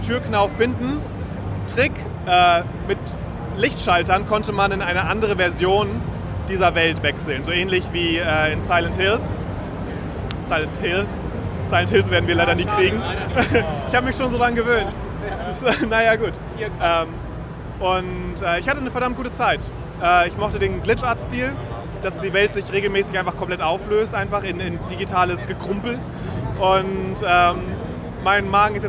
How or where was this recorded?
busy venue